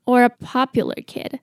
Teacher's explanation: or the R 跟 a 连在一起 · Term: 连音